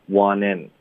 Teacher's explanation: want 的 t 我们会彻底的省略，记得，因为有一个 n 连到 t 连到元音的技巧，彻底的省 t wantin。那这个词组呢，我们的重音会放在介词上，wantin，所以是 you don't wantin，然后再连读到 on，want in on，后面的 on。结尾的 n 呢，我们得咬舌尖发，one